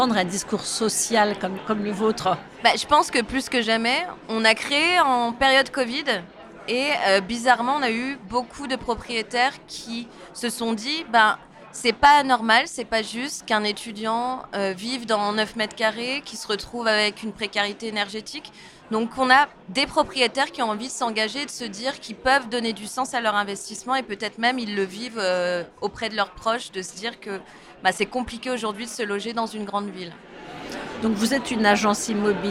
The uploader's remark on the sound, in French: Ce podcast a été enregistré à Immo, le congrès de la FNAIM à Paris, les 4 et 5 décembre 2023.